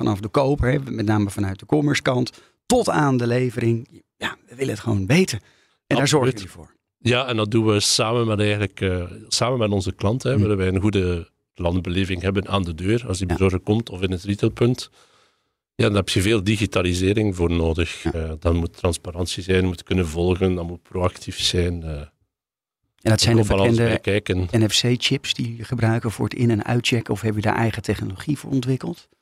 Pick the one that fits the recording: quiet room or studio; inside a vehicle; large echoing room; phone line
quiet room or studio